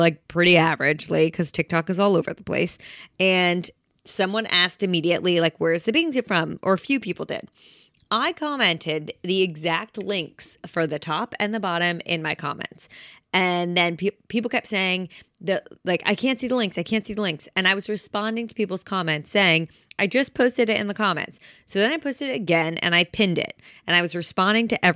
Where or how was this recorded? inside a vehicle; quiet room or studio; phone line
quiet room or studio